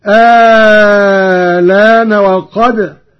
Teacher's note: بإبدال الهمزة الثانية مع المد الطويل، وهذا الوجه هو المقدم في الأداء وله تسهيلها مع القصر مع نقل اللام هكذا آلان وقد أهلان وقد.